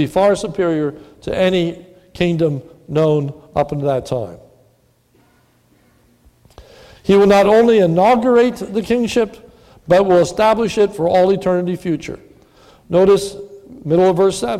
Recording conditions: large echoing room